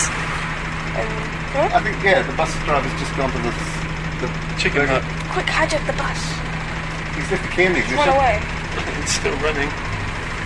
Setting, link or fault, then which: setting, inside a vehicle